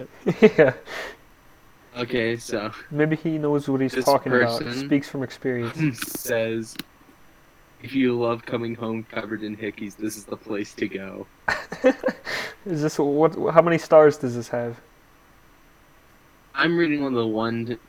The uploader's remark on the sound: Audio is a bit glitchy again, but we are trying our best during quarantine.